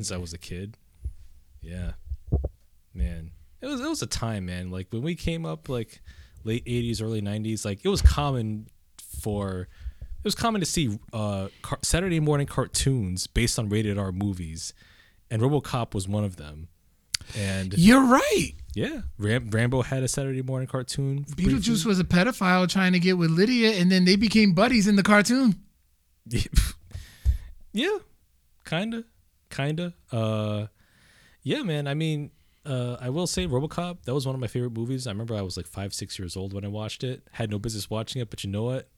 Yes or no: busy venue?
no